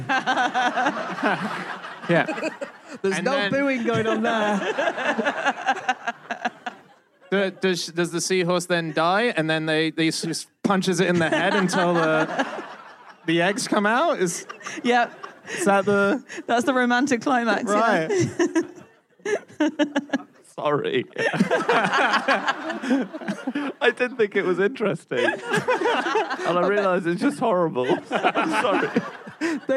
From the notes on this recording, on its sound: Live from Cardiff